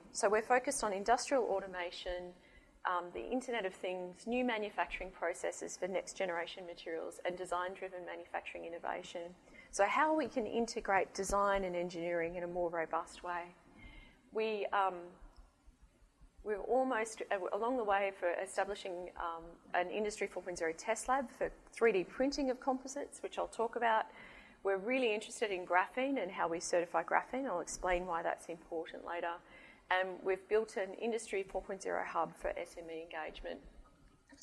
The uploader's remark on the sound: IFE Distinguished Visitor Lecture, recorded 15 February 2019 at QUT